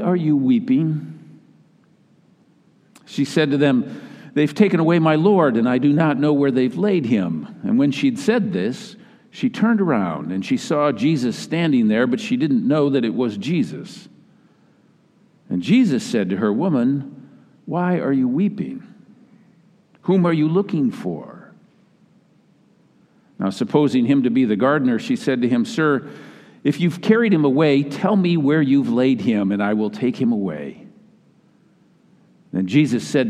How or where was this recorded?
large echoing room